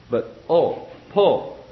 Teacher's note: nice, round, proper shaped O without the diphthong added on the end of O.